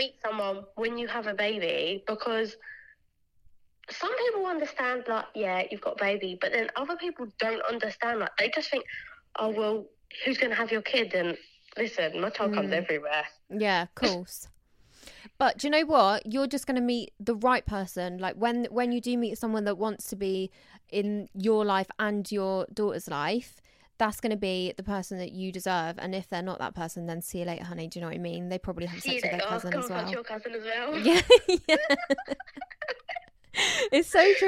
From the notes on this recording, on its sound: I finally got to talk to you guys on the phone!